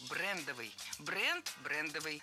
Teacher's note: В этом слове ставим ударение на первый слог